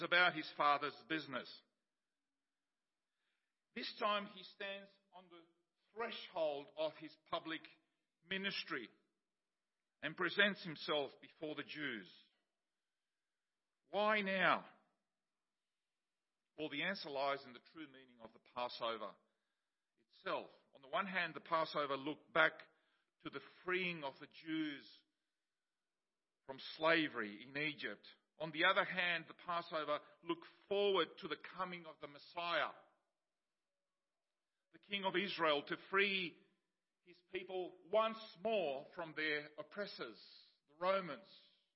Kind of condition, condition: setting, large echoing room